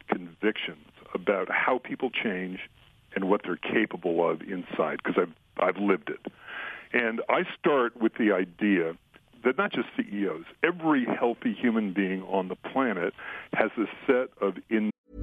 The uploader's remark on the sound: on the phone